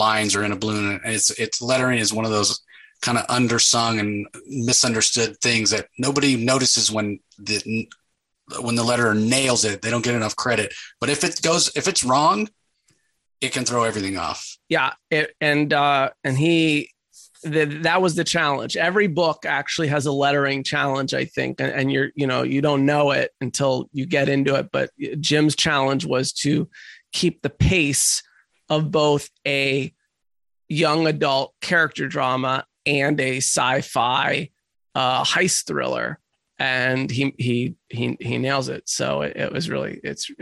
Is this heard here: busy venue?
no